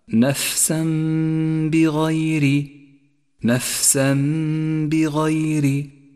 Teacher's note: تعالى نفسا بغير، نفسا بغير، حيث جاء التنوين وبعده حرف الباء، والواجب هنا أن نقلب التنوين إلى ميم نقف عليها بغنة زمنها حركتان · Term: الإقلاب